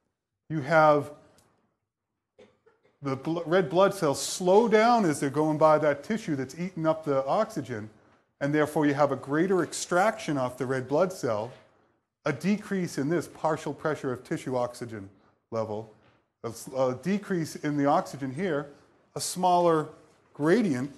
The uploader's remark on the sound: EM Lecture. Famous annual lecture to the first year medical students.